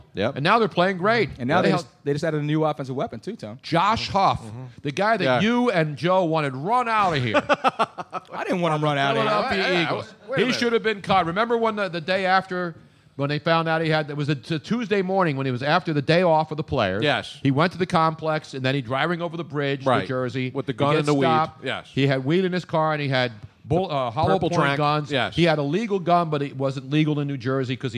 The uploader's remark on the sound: Live from MOONSHINE